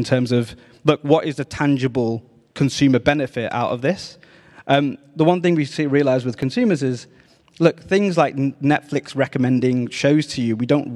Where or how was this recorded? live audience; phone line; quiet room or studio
live audience